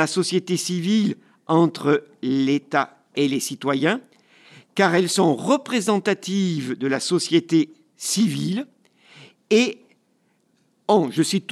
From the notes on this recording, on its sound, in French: Une conférence organisée par Combat laïque, combat social. Enregistrement : Rosalux.